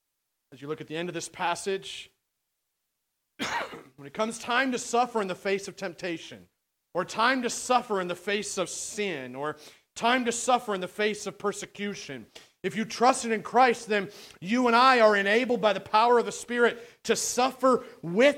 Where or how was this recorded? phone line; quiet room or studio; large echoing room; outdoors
large echoing room